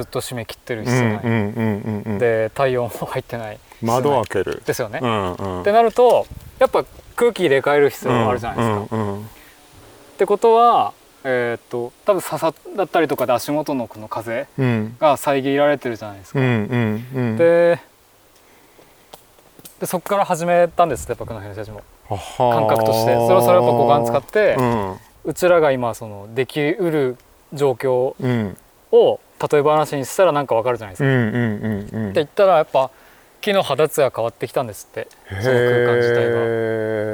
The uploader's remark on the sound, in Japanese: 誰かと散歩しながら収録しております。青森県野辺地町の 自遊木民族珈琲 の。現在お世話をしている森の中を散歩しながら、いろいろお話をしてみました。